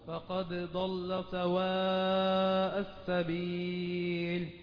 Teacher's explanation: رقق الدال وفخم الضاد